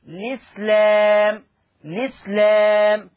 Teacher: أو حذف همزة الوصل فتنطق الإسلام